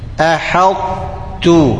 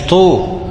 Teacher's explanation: لازم ترقق الحاء وتعمل استعلاء للطاء وتنزل بالتاء · Shown in: first take · عشان ده ايه ده ايه ادغام ناقص ها متجانسين اه ناقص